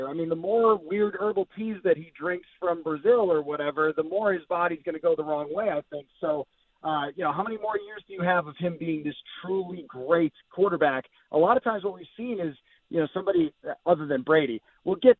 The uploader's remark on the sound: The guys open the phone lines to the people as we get the listeners' opinions on the JT Miller extension.